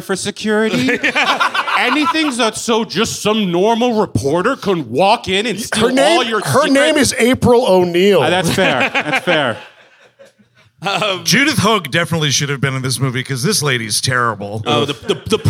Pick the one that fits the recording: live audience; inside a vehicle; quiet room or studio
live audience